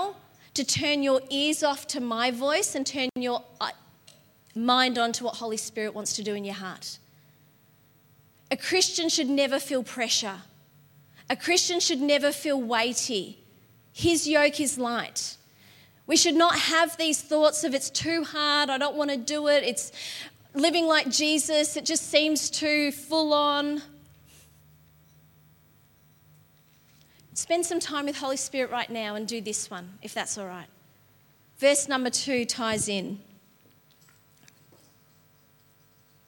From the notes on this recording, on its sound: LIVE at Echo Church.